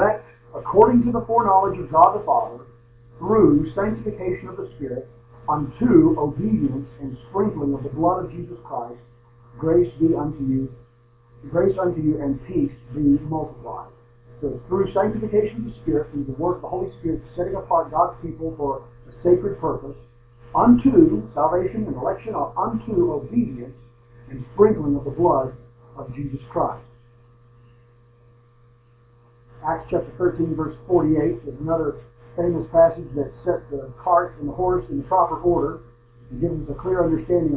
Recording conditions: poor sound quality